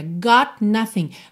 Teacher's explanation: Você já tá com a língua no céu da boca pro T, got, já sai daqui o N, nothing.